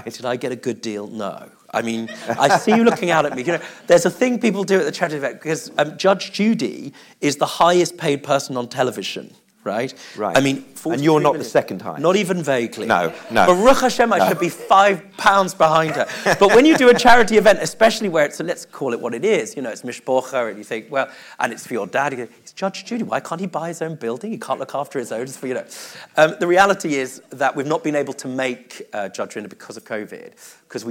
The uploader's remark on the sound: LIVE in the main theatre at JW3.